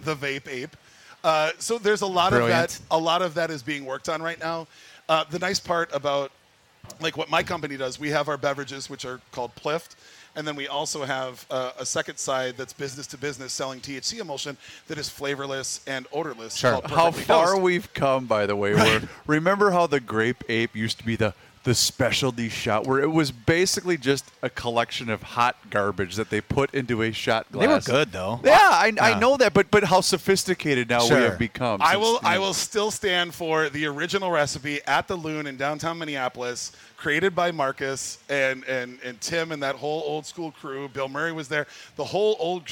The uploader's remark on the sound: live at the MN State Fair